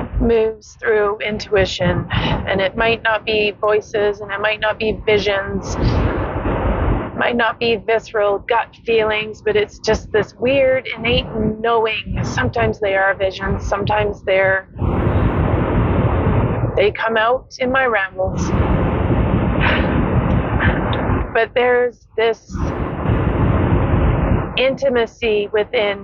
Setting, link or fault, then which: fault, background noise